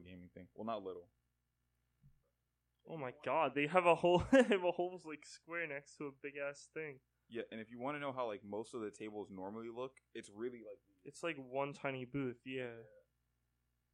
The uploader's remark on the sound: Warning this audio is bad